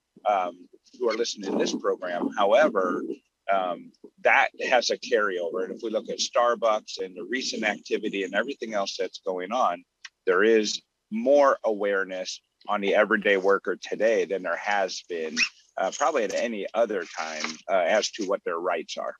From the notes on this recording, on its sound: We come to you live from a fishing boat